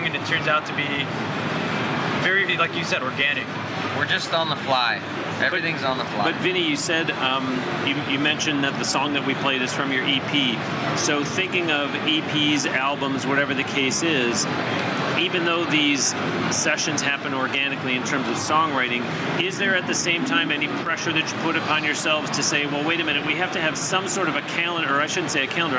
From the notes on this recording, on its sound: During the Winter 2017 NAMM show in California.